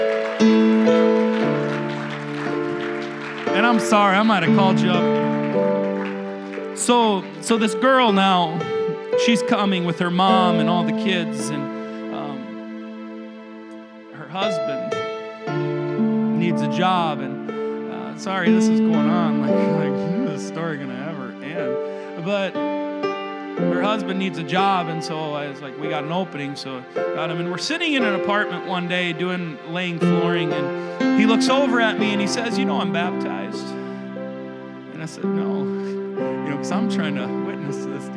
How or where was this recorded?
large echoing room